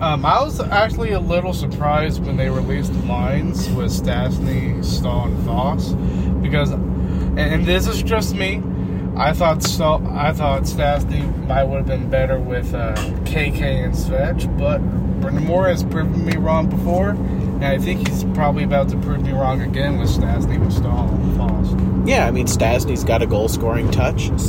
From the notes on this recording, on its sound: A Carcast Special. Making a podcast episode while driving home from a canes game.